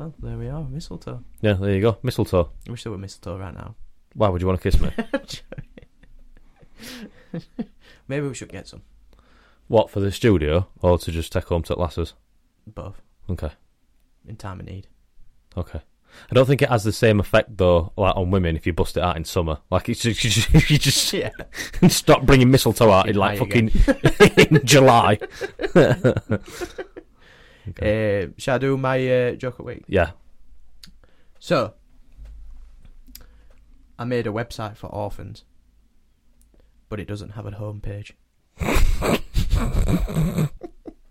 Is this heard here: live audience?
no